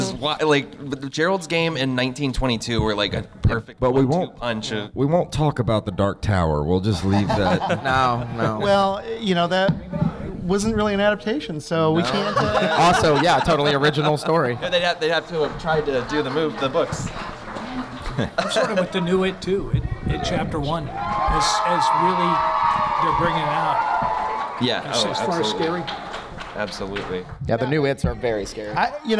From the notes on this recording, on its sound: Stephen King Film and TV Adaptations Panel. Answer questions from the audience!